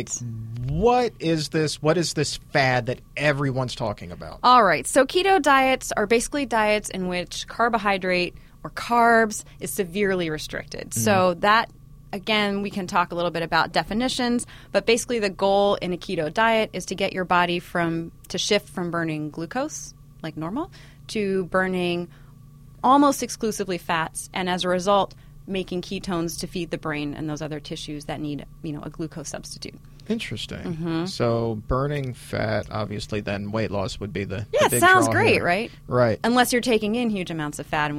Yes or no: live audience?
no